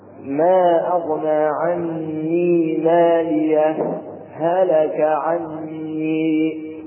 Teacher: ثم نسكت سكتة لطيفة بدون تنفس. ننبه هنا، سكتة لطيفة بدون تنفس، ثم ننطق بهلك، وزمن هذه السكتة أقل من حركتين بشكل ملحوظ هكذا.